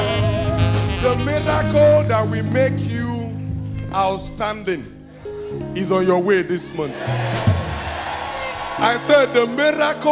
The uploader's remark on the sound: This message was preached in April 2012 at RCCG,Jesus House,Port Harcourt,Nigeria.